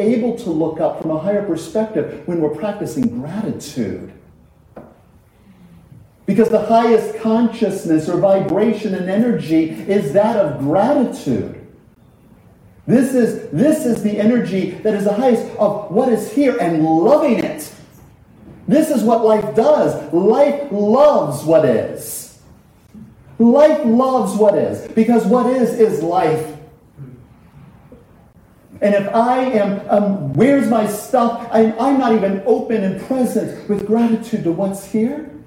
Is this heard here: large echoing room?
yes